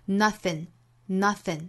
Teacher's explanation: nothing 这个词在口语之中还有另外一种读法，就是把后鼻音换成前鼻音的读法